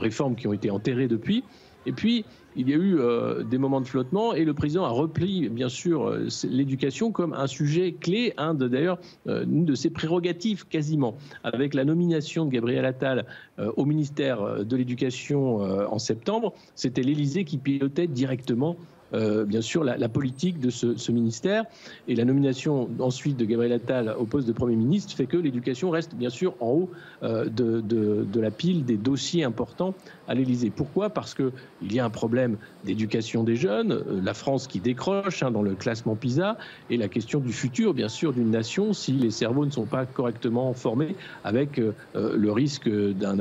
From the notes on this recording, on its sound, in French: a répondu aux questions des journalistes lors d'une conférence de presse